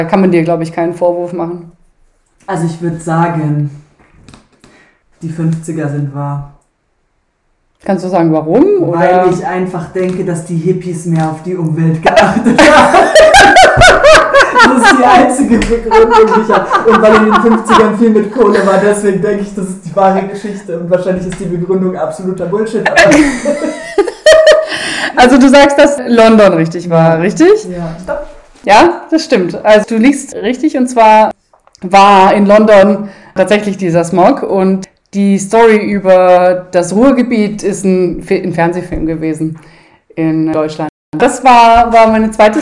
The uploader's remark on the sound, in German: Diese Folge wurde leider noch ein letztes Mal ohne gutes Equipment aufgenommen